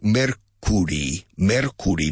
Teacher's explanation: The first syllable and the second syllable sound identical. They rhyme.